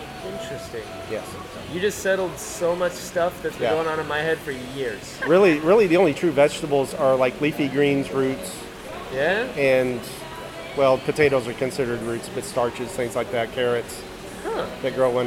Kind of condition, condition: fault, background noise